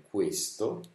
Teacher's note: questo, la E ha un suono chiuso